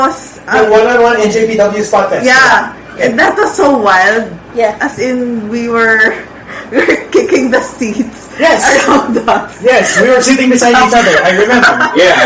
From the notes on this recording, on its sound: You'll have to excuse us for the quality of this week's episode, as we encountered some technical difficulties beyond our control!